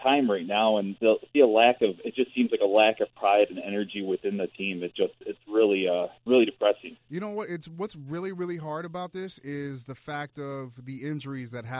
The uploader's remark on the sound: take phone calls